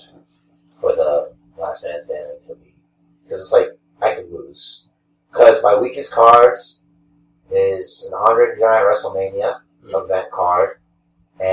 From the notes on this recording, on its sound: Oculus Rift gained sentience and decided to overtake recording duties from our standard equipment. We have some audio issues this week as well, and we apologize.